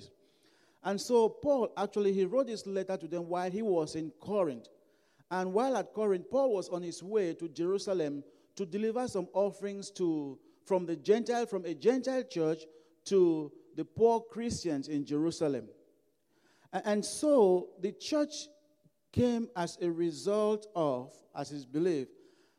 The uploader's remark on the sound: during African Worship at Broadway Baptist Church, Lexington, Kentucky